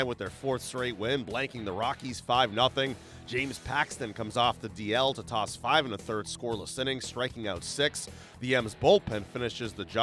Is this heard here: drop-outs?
no